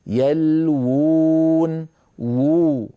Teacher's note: يلوون فيها واوان، الواو الأولى مضمومة والواو الثانية ساكنة مدية، يلوون وو. ففي الخط ذكرت لكم وأكرر دائما، لم تكن العرب في زمن النبوة يجمعون في الخط بين واوين أو ألفين أو ياءين، فلذلك كتبوها بواو واحدة وهم ينطقونها، كتبوها بواو واحدة وهم ينطقونها بواوين، يلوون.